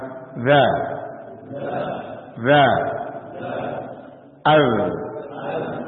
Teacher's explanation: Huruf ra makhrajnya adalah ujung lidah, bagian punggung ujung lidah, tetapi bagian punggungnya bertemu dengan ujung gigi seri atas.